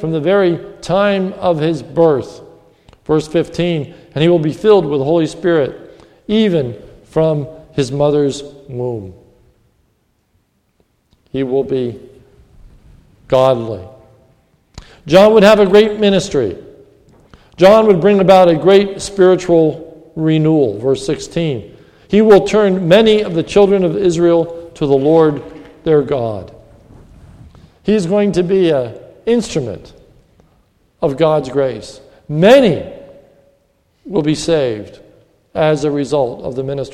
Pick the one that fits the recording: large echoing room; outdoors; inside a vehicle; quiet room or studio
large echoing room